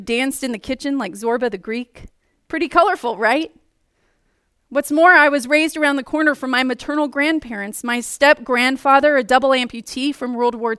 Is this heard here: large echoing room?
yes